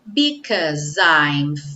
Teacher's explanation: o S ganhou o som de Z